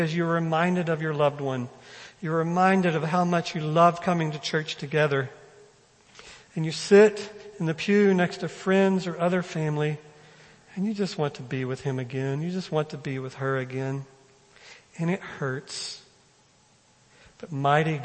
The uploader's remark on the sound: First Baptist Belton Sunday morning sermon.